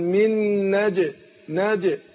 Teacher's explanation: قطب وجد، حروف القلقلة. فاحنا عندنا تعطيش الجيم نفسها مع القلقلة